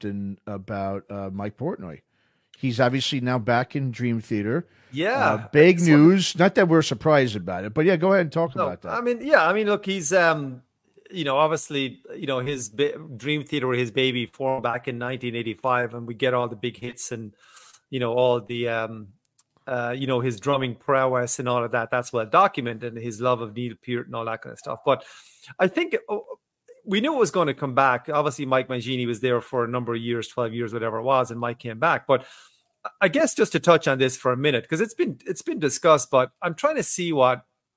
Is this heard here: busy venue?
no